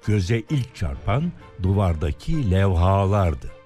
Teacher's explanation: Bu sözcüğün son a'sı uzatılarak levha şeklinde söylenişi oldukça yaygın.